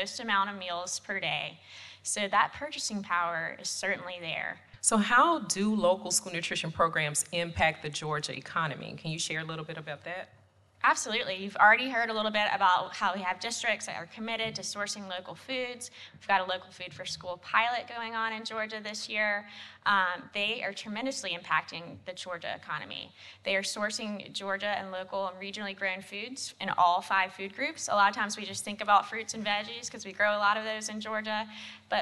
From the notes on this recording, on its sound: Live from Director's Conference 2023. We are recording live from the GaDOE School Nutrition Division's Director's Conference 2023.